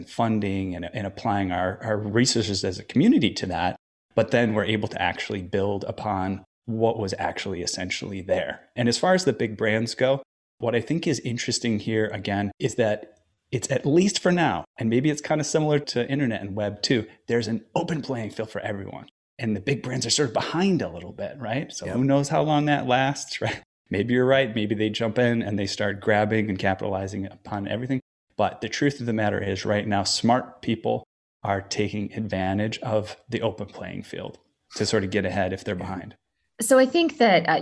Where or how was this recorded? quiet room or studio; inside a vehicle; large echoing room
quiet room or studio